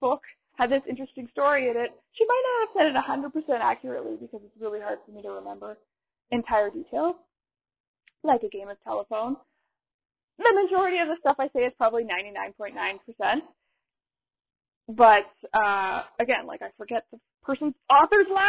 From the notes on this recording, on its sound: I am sorry in advance about the sound quality.